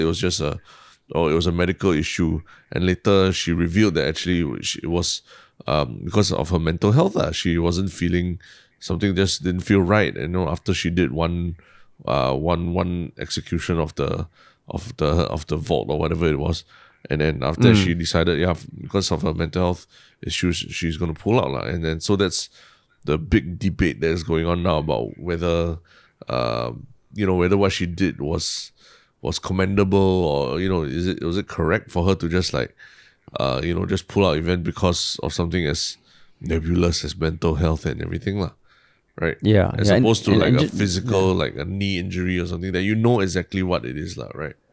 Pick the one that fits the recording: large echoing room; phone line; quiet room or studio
quiet room or studio